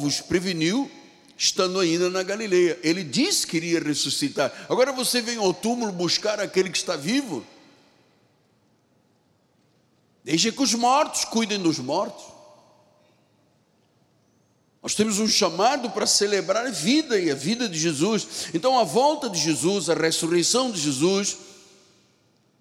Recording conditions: large echoing room